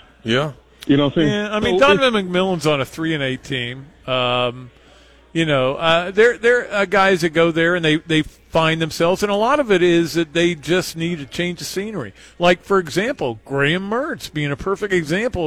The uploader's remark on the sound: live from the Gainesville Hilton